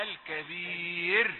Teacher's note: إذا وقفت على الراء الكبير فهي راء سكنت للوقف مسبوقة بياء ساكنة، تبقى دايما مرققة